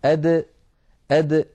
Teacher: الدال يا إخوتي تخرج من طرف اللسان مع ما يحاذيه من الحنك الأعلى · فالدال لابد من حبس نفسها وصوتها عند النطق بها · Term: حرف شديد